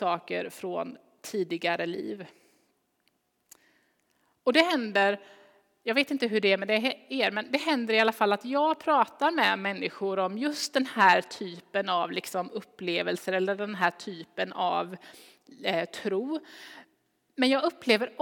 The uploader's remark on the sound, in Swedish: Inspelning från Immanuelskyrkan Skövde.